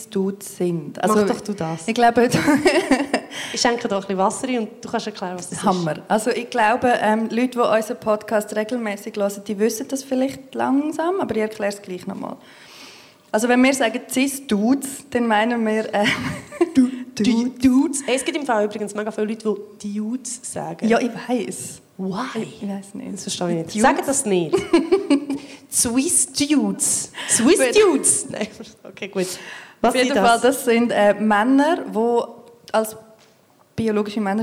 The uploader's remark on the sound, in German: Re-Live aus dem Royal Baden. Live vor Publikum.